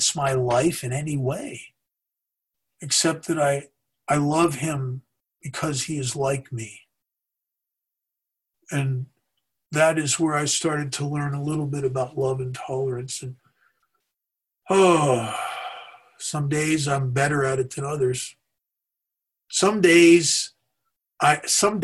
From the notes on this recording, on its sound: gives talk on Zoom